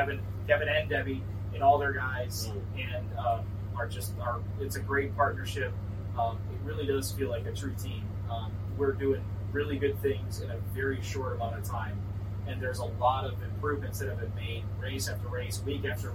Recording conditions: busy venue